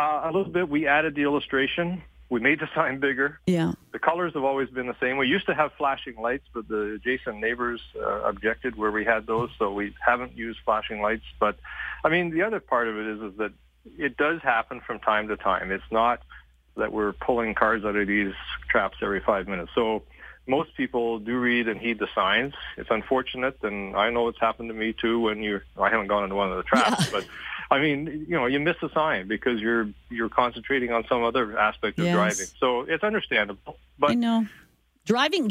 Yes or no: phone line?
yes